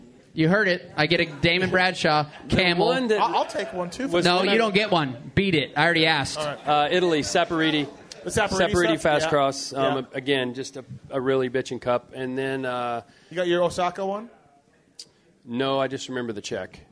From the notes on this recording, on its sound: Pulpmx Show LIVE from Millville. The first ever Pulpmx ride day at Millville happened and we did a live show Saturday night.